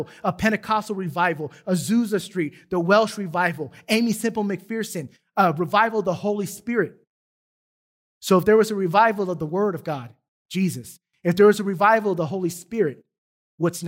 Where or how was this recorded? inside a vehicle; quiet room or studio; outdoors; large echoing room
large echoing room